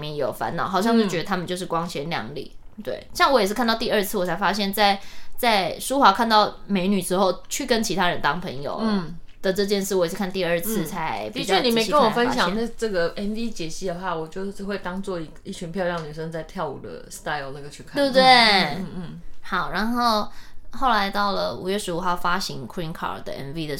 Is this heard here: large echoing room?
no